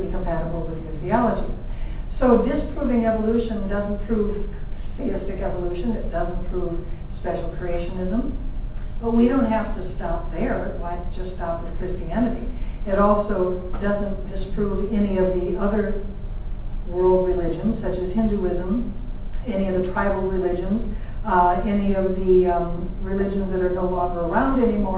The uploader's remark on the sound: lecture at UFV, an event put on by FVASH in collaboration with the biology department of UFV.